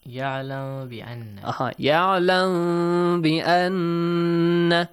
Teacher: produce the sound of me but as if like there is a tissue or a paper between your lips. Do not completely close your mouth. · Term: Ikhfa